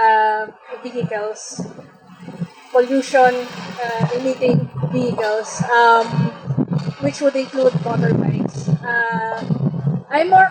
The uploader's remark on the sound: Recorded on 2 February 2019 at the UrbanisMO x Chevening Chat held at the Pearl Drive Carless Area, Pasig City.